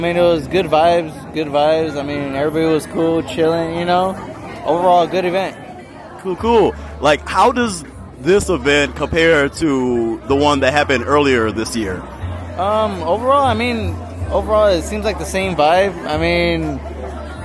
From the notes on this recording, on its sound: The Hotwife Palooza II in Palm Springs, CA. LIVE interviews with party goers.